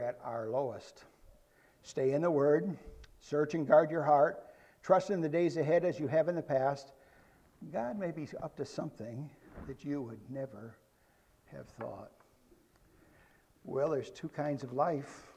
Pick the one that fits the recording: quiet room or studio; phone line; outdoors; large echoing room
large echoing room